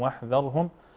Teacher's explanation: نراعي ترقيق الذال من تفخيم الراء